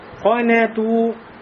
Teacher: коф муфахома, то муфахома, да еще с доммой. И между ними нун муракака, тонкий звук. Значит, не говорим, да, ко-не, а говорим ко-не, ко-не.